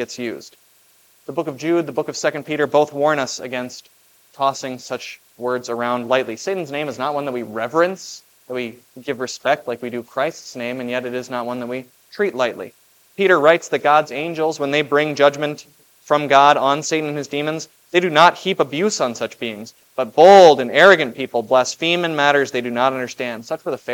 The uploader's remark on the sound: was preached at Grace of God Lutheran on July 2, 2023.